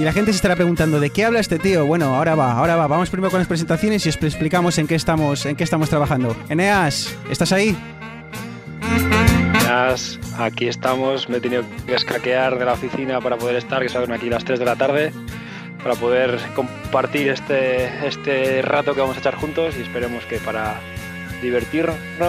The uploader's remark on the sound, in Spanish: Hoy nos hemos animado a cubrir en directo la última presentación de Apple desde la Brooklyn Academy of Music de NY.